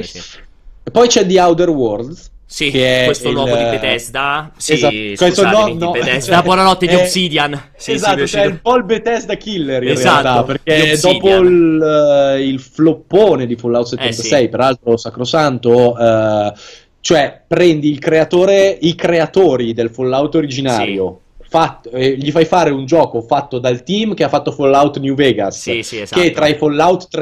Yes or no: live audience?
no